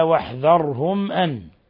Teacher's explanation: ميم ساكنة جاء بعدها الهمزة، الحكم التجويدي إظهار شفوي